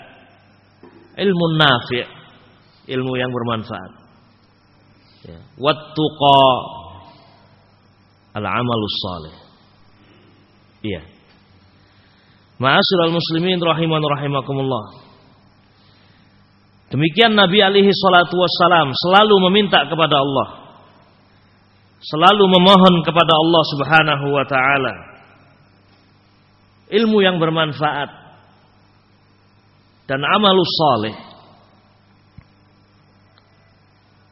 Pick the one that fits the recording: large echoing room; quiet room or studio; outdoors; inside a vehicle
large echoing room